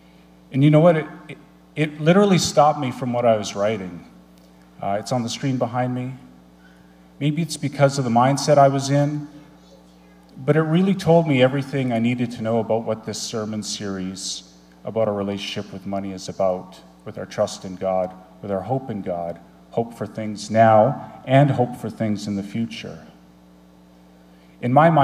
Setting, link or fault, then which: setting, large echoing room